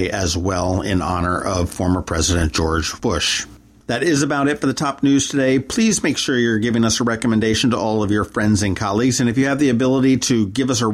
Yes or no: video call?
no